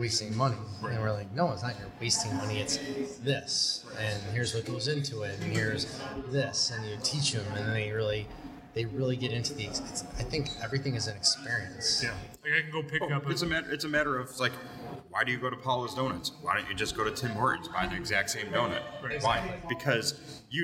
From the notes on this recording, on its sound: We head out to West Shore Brewing